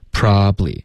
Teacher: probably 这三个字呢，三个音节 probably，我们会把它融成两个 probably